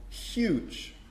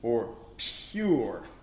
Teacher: if you do a narrow phonetic transcription, the voiceless palatal fricative followed by the vowel.